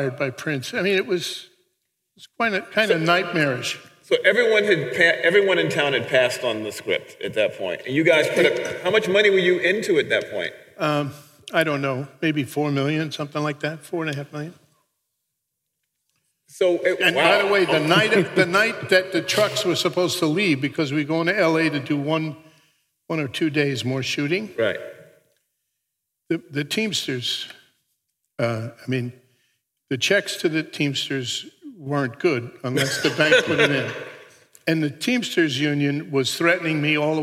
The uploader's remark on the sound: Recorded at the Guild of Music Supervisors 4th Annual 'State of Music in Media' Conference in Bovard Auditorium at USC on September 15th, 2018.